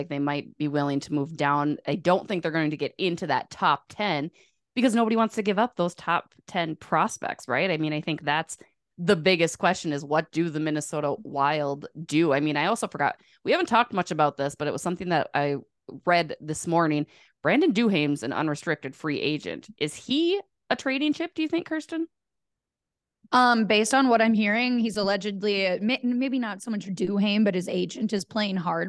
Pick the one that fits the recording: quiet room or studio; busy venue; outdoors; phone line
quiet room or studio